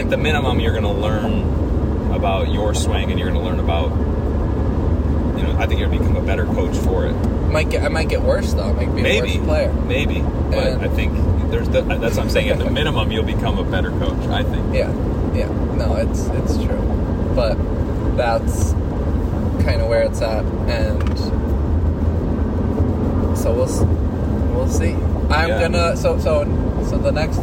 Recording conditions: inside a vehicle